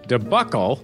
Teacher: debuckle, with the stress on the first syllable